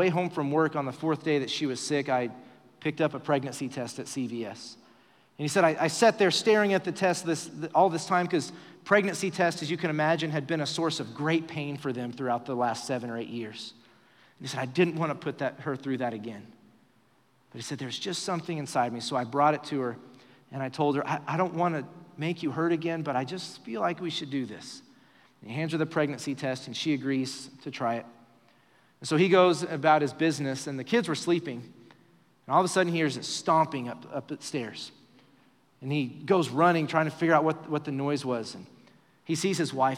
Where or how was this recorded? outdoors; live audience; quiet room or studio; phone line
live audience